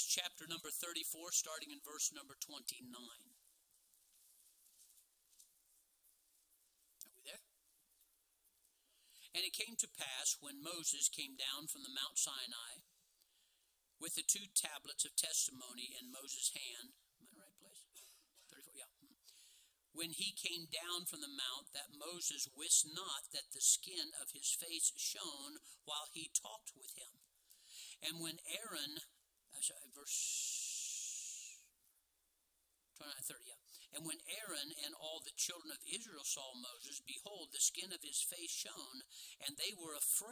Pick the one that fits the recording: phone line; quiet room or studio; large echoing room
large echoing room